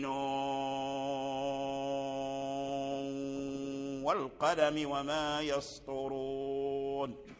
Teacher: حتى يمد الإنسان المد المشبع عاد يدخل في الإضغام مع الغنة، يعني ينتبه الإنسان أن يخلط المد مع الغنة، لا حتى تشبع المد مد الواو من نون، حتى تشبعه مدا مشبعا وتمكن المد، ثم تدخل في باب الإدغام الناقص مع الغنة، أي تدغم النون إدغاما ناقصا في الواو، ثم صوت يخرج من الأنف، هذا الإدغام الناقص.